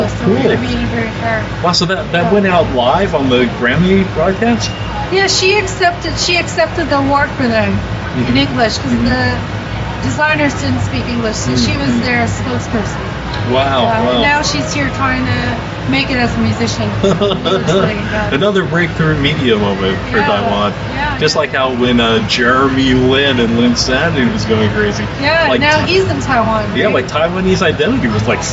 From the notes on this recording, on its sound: Our Interview LIVE at Passport to Taiwan. Podcasting booth at Passport to Taiwan. This is the first of several live interviews we recorded at our outdoor on-location podcasting booth. Some of the people who walked by and stopped by to say hello. We were also thrilled to meet and talk to some of our listeners who stopped by our booth.